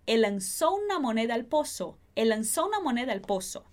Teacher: A gente não faz essa pausa entre um L e outro. A gente também pode conectar quando a gente está falando mais fluido e quando a gente está falando mais rápido em espanhol, tá bom?